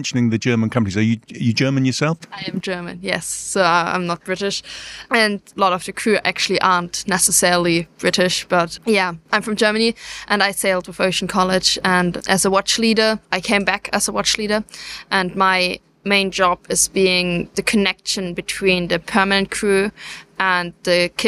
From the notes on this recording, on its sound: Tall Ship Moored at the Barbican, Plymouth. Out on location in this special episode recorded on board the tall ship, Pelican of London.